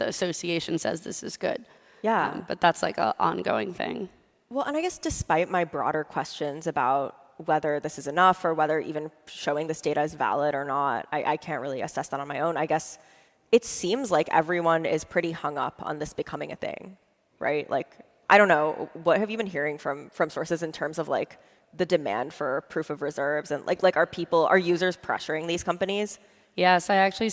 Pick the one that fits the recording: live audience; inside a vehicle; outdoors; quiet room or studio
live audience